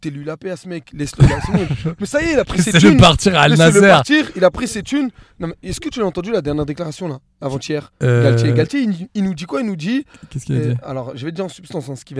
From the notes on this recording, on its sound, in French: Dans cet épisode enregistré à bord d'une voiture. Nos soucis de batterie.